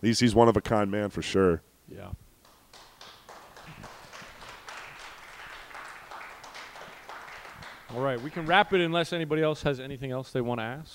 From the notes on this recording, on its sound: Sit down in Northern Quest Casino for their first live audience podcast. Audience Q&A.